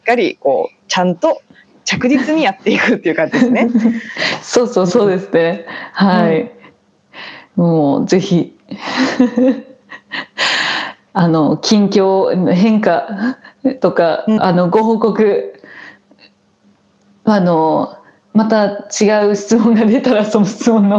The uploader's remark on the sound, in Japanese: リモート収録での音声ですのでところどころお聞きづらいところもあるかもしれませんが。